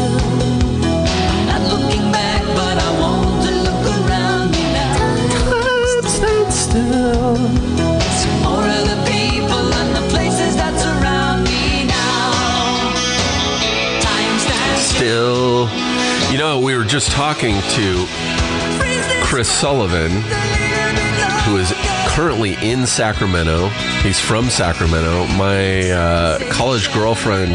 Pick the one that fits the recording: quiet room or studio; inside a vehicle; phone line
phone line